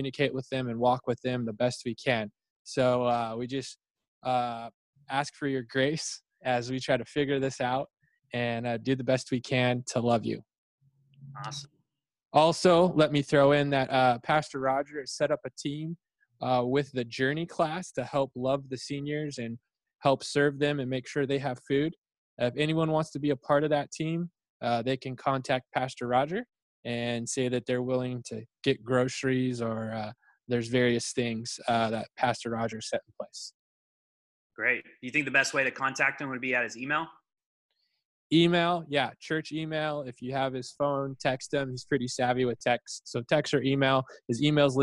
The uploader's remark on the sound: figure out Zoom